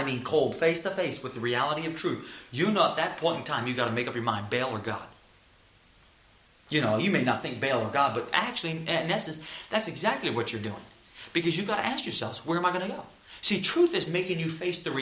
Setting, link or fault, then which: setting, large echoing room